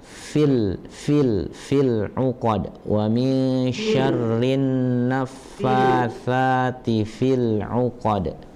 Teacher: huruf fa jadi hamas ya. Ya, jadi ada angin yang keluar.